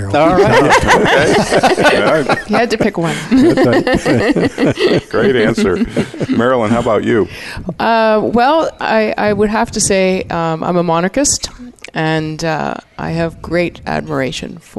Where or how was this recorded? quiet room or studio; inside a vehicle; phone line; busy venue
busy venue